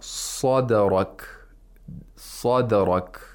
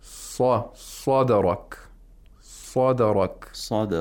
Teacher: Right whenever the tongue touches the place of articulation of dal, it doesn't stay there. It quickly comes apart. · Term: qalqala